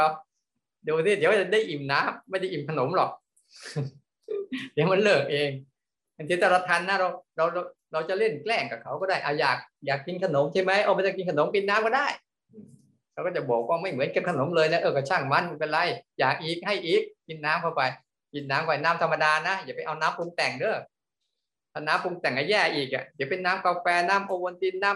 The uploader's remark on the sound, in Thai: คอร์สออนไลน์ (ผ่านโปรแกรม Zoom)